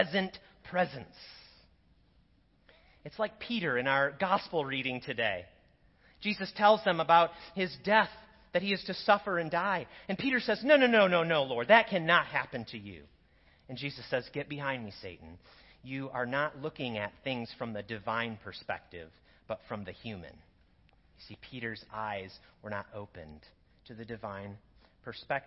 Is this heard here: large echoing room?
yes